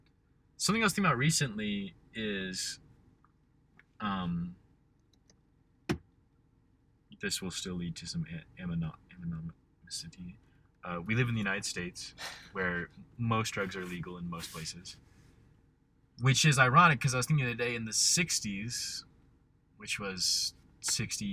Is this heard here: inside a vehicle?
yes